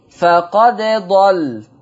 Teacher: لما تضغم بقى الدال دخلت في الضاد